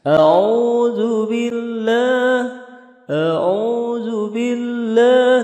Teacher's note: Dari rendah kemudian naik semakin tinggi